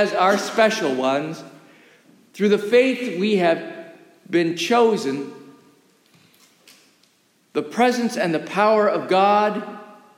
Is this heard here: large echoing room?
yes